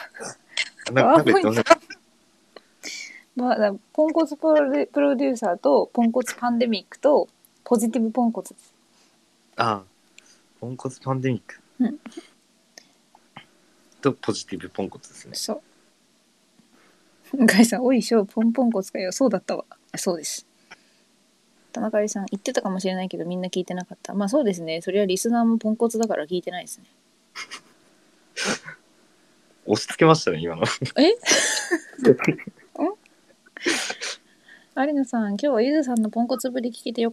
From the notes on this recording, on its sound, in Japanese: 音声まで持っていってしまわれたため、比較的短時間で終了となっています。通信状況と膀胱が限界を迎えたため、休憩挟んでまさかの第2部が行われました。Stand.fm。